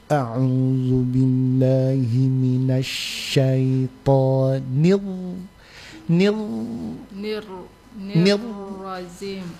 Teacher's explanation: ketika dia bertasydid kan tidak boleh di r itu kasih hilang r-nya, getarannya itu tikrar itu yang dikasih hilang. Jadi saat kita membuat ta'awud a'udzu billahi minasyaitonir nir rajim.